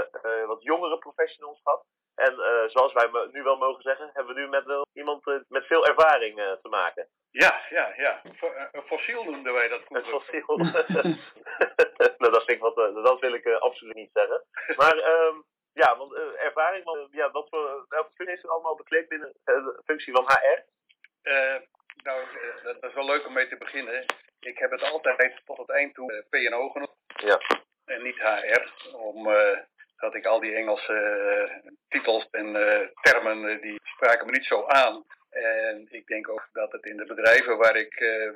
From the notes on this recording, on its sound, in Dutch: Helaas is de kwaliteit van het geluid om onbekende reden veel minder dan normaal.